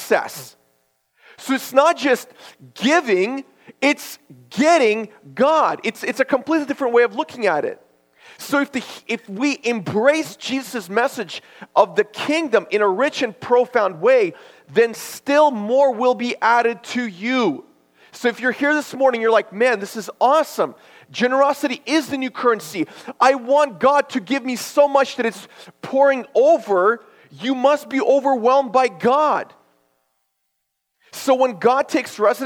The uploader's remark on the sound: This is a sermon I preached at my church based on Luke 6:38.